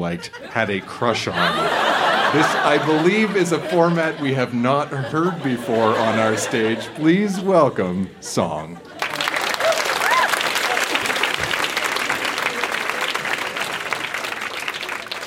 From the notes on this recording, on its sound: Recorded live in Calgary, AB.